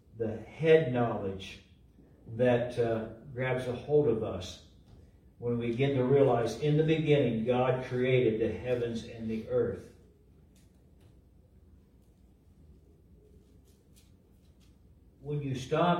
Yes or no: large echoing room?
yes